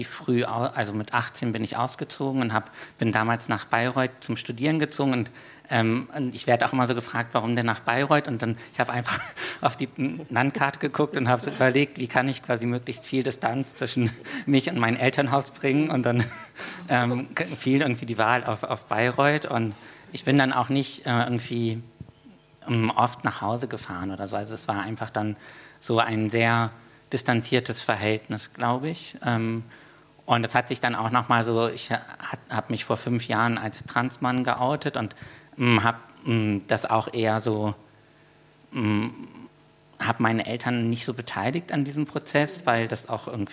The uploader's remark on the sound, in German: Wir haben mal wieder live gepodcastet - diesmal im Roten Salon der Volksbühne im Rahmen des Festivals "Archäologie des Verlusts"!